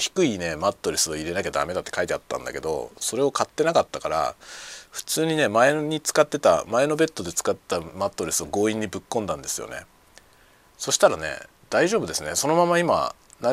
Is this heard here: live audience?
no